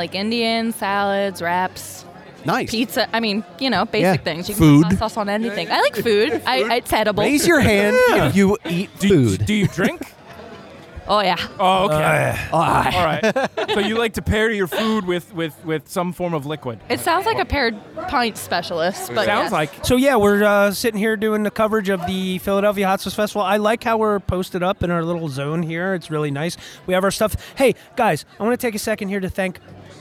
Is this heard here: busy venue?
yes